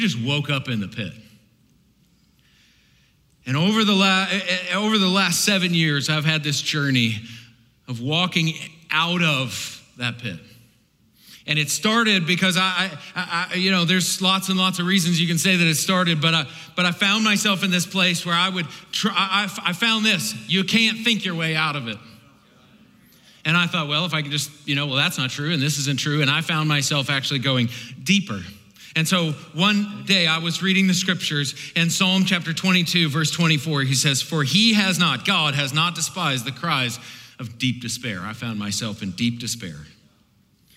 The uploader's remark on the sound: This powerful session from the 2019 ARC Conference Anaheim.